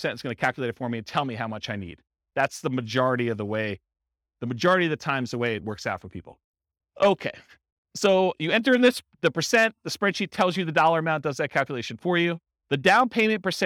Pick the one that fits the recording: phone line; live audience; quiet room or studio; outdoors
live audience